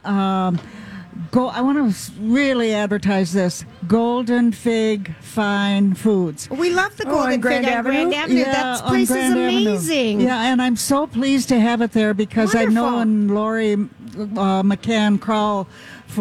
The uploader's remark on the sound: LIVE from the Minnesota State Fair